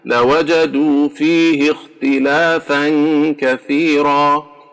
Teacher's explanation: So the ha here has a ya sukun before it and a kha sukun after it, we don't extend it. · Term: no extension